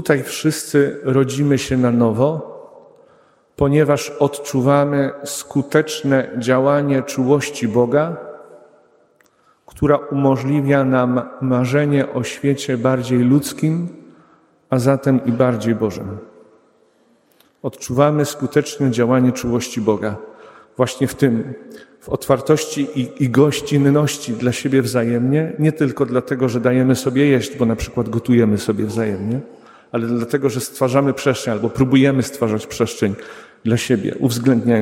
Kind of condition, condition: setting, large echoing room